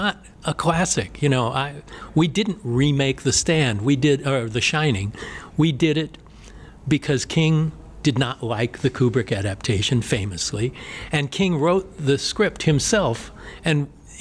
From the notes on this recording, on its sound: LIVE from the Motor City Legacy Horror Convention in Detroit Michigan